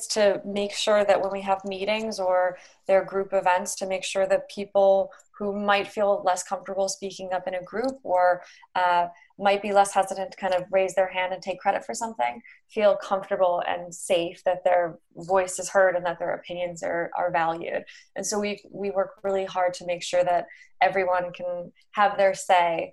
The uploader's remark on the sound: joined over Zoom